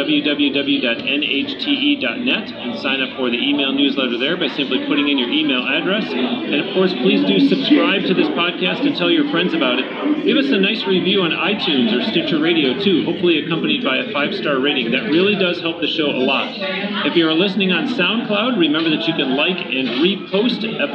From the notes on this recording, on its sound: Recorded on-location in Nashville at the Summer NAMM Show